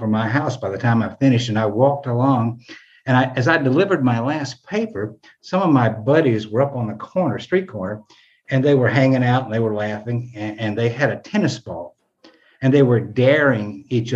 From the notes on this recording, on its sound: Virtual open mic. Two bold stories from Grit's Mental Health Happyish Hour (virtual) open mic [aka story badassery].